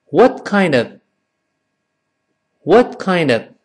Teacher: what 那个 t 尽管没有发音但失去爆破，舌尖顶上去这个动作是有的，顿挫一下